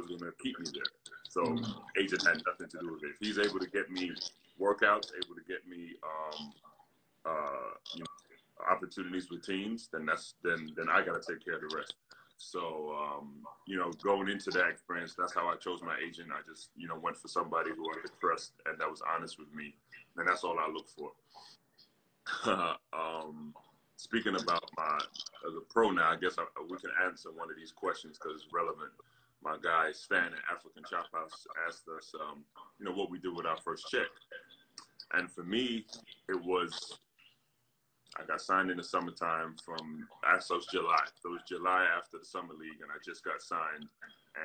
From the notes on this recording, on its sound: a series of live discussions, hosted on Instagram Live